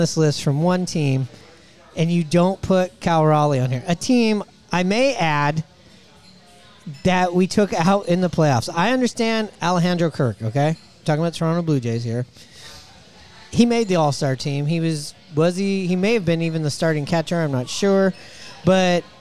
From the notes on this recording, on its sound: Recorded at Murphy's Pub in Wallingford!